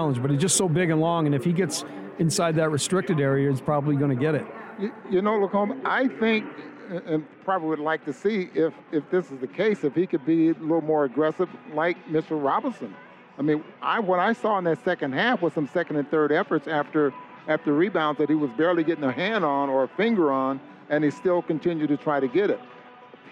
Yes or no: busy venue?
yes